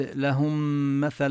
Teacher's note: تدغم الميم بالميم ونبين غنة الميم المشددة